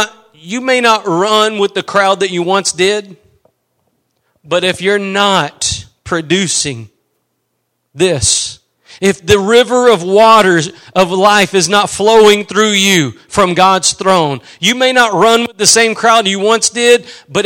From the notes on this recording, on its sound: Preached at Gospel Lighthouse in Bossier City, La.